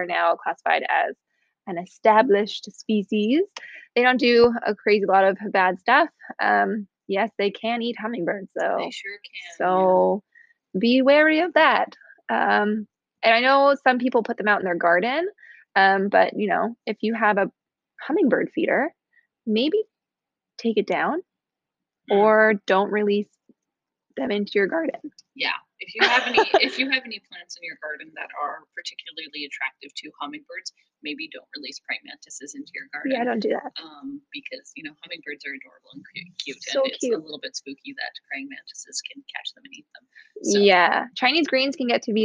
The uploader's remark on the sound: RIP to our audio, this is a pilot episode and so there are some minor issues